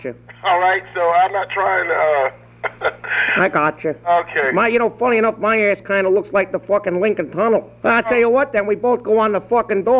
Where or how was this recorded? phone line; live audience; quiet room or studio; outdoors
phone line